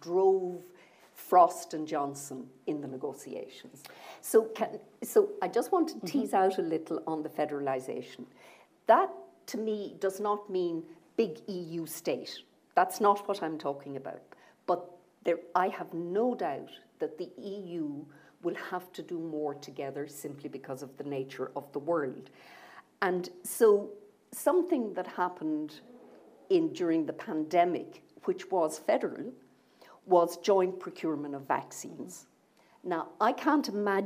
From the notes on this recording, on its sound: In front of a live audience.